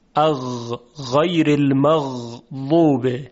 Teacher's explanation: صدای غین صدای نرمی بود و جریان داشت